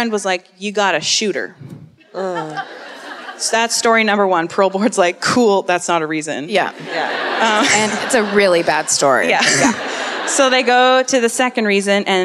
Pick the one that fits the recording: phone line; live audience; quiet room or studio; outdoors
live audience